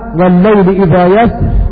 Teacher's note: وبهذه المناسبة أقول إذا وقفنا لحفص وغيره من القراء على كلمة والليل إذا يسر فإننا نقف عليها بترقيق الراء نظرا لثبوت هذه الياء كما ذكرت عند أهل سما، فنقف عليها والليل إذا يسر بسكون الراء وترقيق الراء